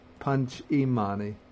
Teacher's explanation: So we have pancha, five, plus imani, these. And so we have this meeting of two vowels, pancha plus imani. And the short A is the weakest vowel, so it drops out. And therefore we get punch imani.